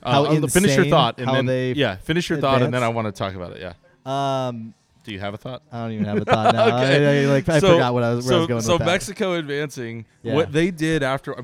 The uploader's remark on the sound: We're back at Thunderhawk Alements with a live audience!